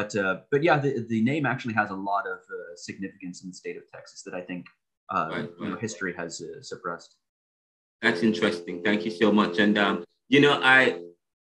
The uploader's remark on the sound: One-on-One Video Interview. This Podcast episode, which is done in video but can be listened to via audio, is broken up in three (3) segments. Via Zoom.